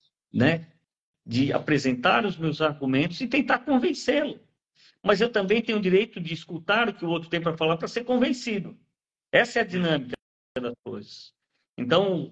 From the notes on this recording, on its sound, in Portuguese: Transmitida originalmente pelo Instagram, essa live aconteceu em 25/10/2023